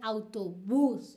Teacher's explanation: La entonación, el acento prosódico está en la última sílaba · Term: palabras agudas